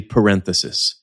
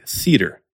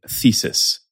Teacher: It's the voiceless dental fricative, otherwise known as TH.